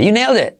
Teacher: Con una pizquita de T. Casi un 10%, diría yo. Tú puedes decir you nailed it, pero casi no se oye.